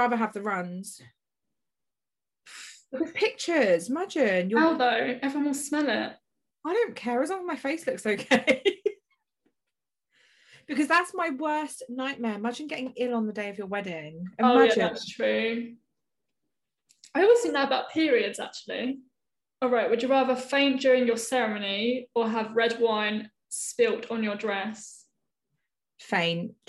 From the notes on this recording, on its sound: we do our first zoom podcast